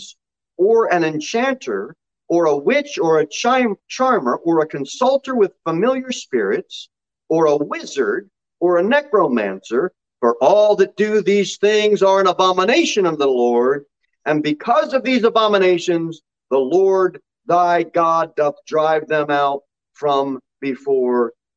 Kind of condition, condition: setting, large echoing room